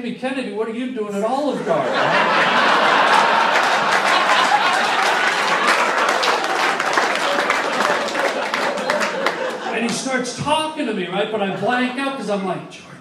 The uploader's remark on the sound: LIVE stand up at The COMEDY STORE